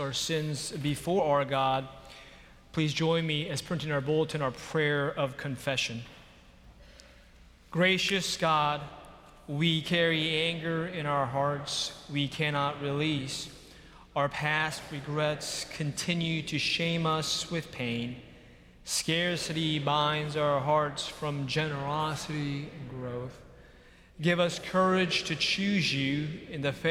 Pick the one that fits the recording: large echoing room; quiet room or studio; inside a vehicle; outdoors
large echoing room